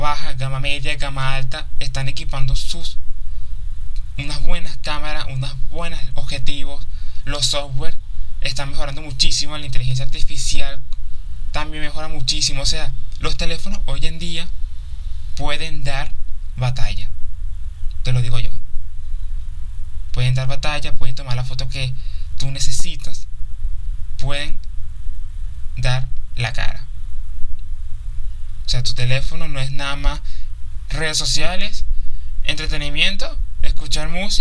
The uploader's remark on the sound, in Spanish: Me disculpo por los resultados de audio, grabé en muchas ocasiones, estuve nervioso por los resultados y ruidos en el exterior.